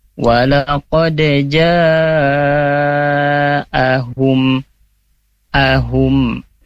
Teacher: hum di sini tidak ditahan, ya, idhar syafawi, hanya dibaca jelas saja.